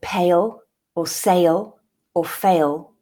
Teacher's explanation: I insert an intrusive y and a schwa sound in there to make the transition. And most modern British speakers will do this.